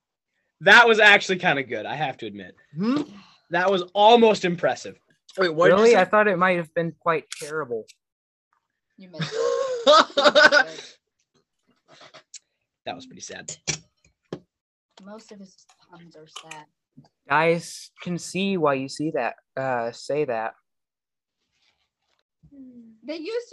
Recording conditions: poor sound quality